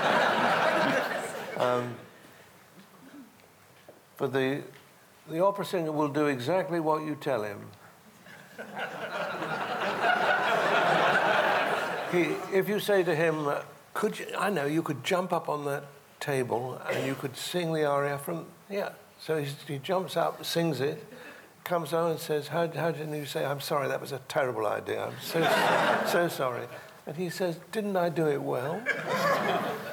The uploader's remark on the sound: This interview is a recording of a live Platform event in the Cottesloe Theatre from January 2011